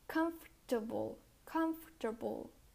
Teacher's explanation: The second O is not pronounced.